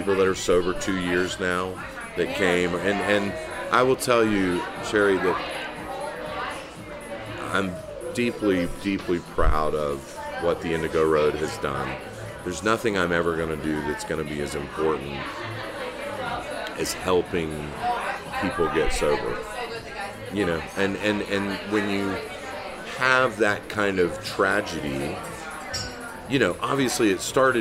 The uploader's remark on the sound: "On the Road" at the James Beard Foundation Awards, and Food & Wine Classic in Aspen 2019